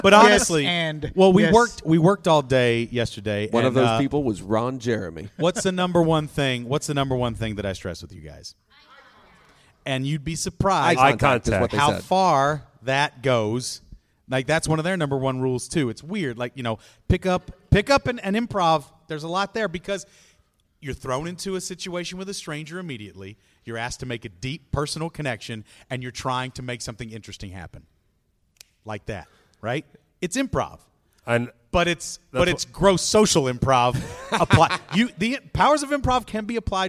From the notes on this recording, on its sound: Live from Northwestern State Univeristy.